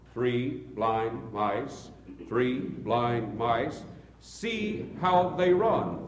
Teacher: This jingle is based on the principle of three stresses, three important stresses per line. And yet, there may be any number of syllables per line, even as many as 11.